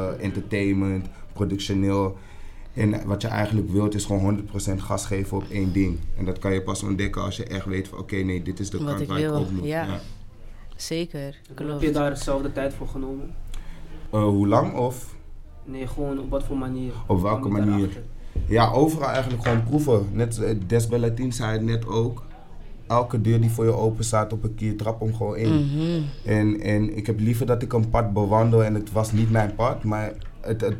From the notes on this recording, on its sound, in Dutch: een live podcast gehost op het netwerkevent Mixing Visions